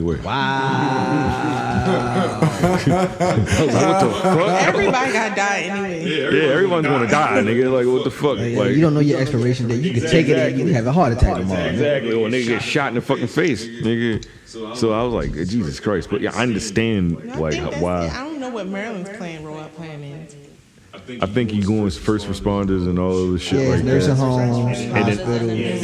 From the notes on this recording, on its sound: Its a little echo.. Its the Mic Fault.